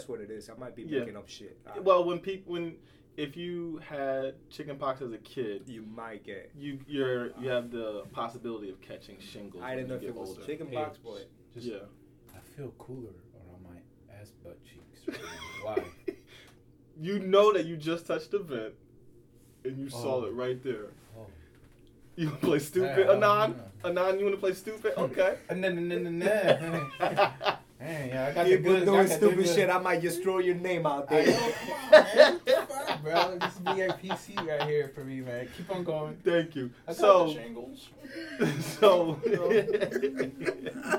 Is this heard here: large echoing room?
no